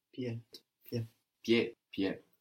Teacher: The D on the end, we don't pronounce it